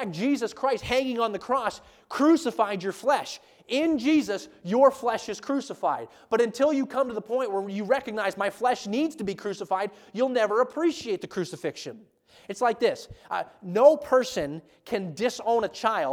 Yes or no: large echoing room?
yes